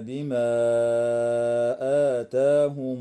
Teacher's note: وتمد الألف قبل الهمزة في قوله تعالى: بما آتاهم، من قبيل المد المنفصل